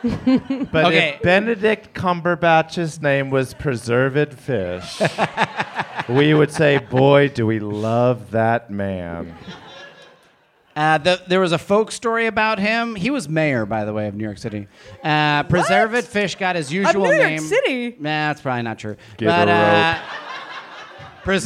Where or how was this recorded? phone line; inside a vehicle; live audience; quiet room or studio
live audience